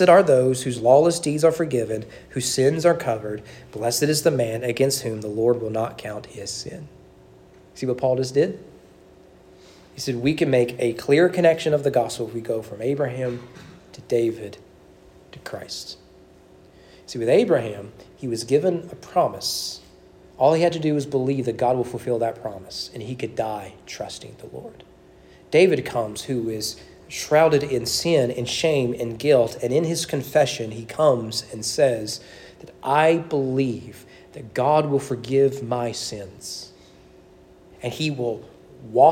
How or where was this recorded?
large echoing room